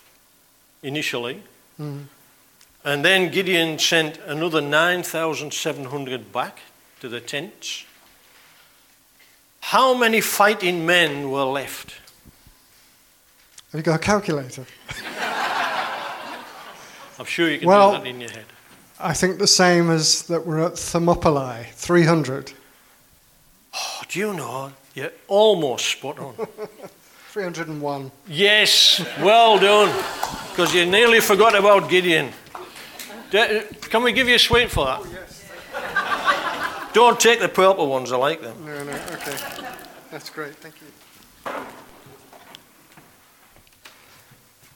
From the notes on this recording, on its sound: on 20th October 2019 at King's Church, Cockermouth.